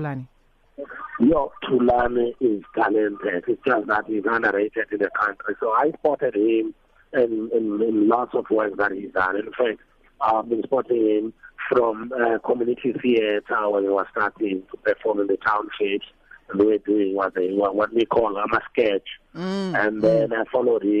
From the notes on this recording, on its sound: joined on the line